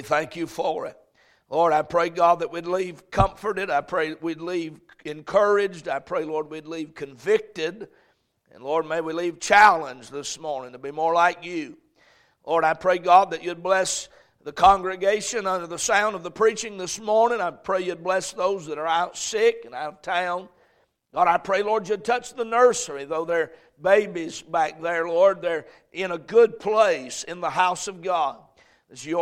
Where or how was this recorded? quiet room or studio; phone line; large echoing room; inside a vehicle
large echoing room